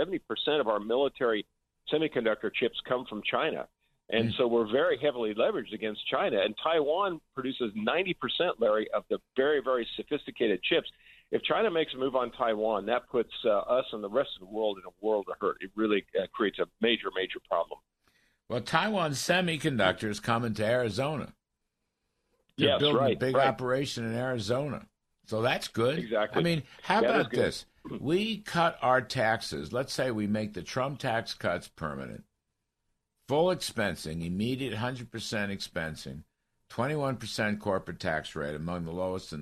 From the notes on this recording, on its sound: call into the show